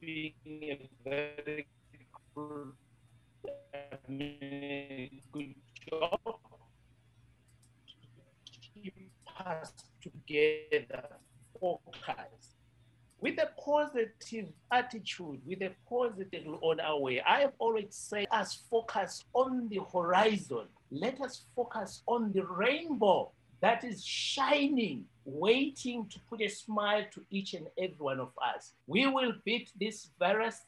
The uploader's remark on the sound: The World Tourism Network today facilitated a zoom meeting. Tourism Leaders of the World Tourism Network (WTN) including former UNWTO Secretary General met on a zoom call today to discuss.